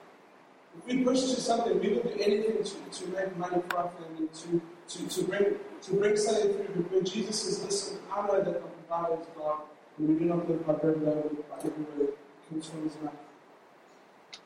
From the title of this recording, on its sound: LOW QUALITY